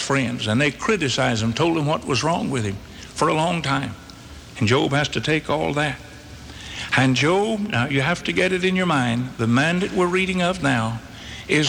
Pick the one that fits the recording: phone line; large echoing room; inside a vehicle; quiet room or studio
large echoing room